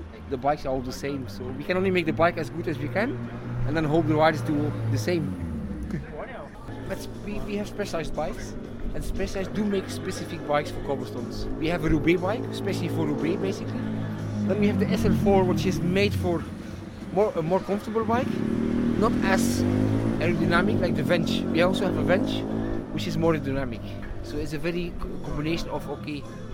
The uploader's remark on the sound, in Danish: Hør blandt andet stemningsmættet lyd fra Oude Kwaremont